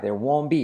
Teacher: la R de there decae. there won't be, la T de won't no se pronuncia, there won't be any more questions.